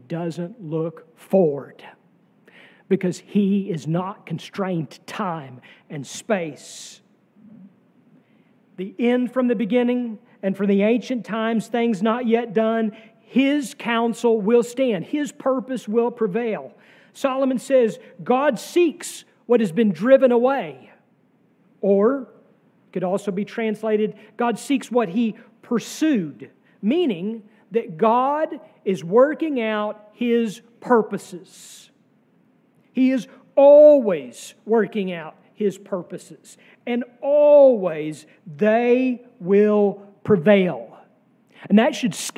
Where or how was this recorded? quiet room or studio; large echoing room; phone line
large echoing room